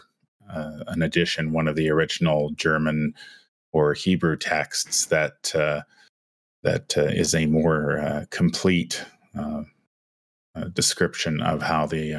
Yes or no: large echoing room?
no